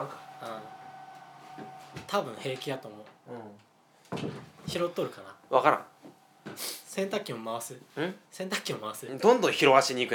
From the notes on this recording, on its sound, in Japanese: 今回は2人とも風邪気味ということで、鼻をすすりながらの収録です。